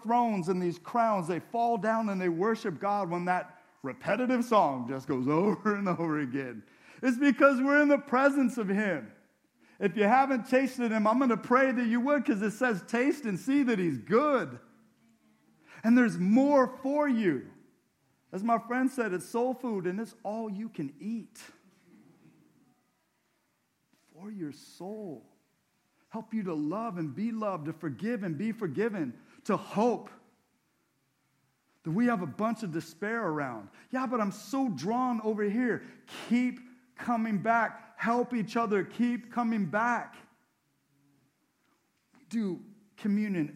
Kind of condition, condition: setting, large echoing room